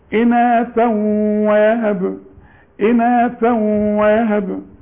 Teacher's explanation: اناثا عند الوقت بعدها واو، ادغم ادغام ناقص بغنة